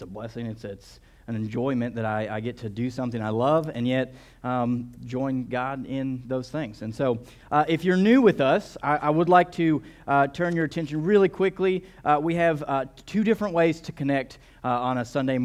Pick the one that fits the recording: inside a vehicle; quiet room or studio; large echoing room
large echoing room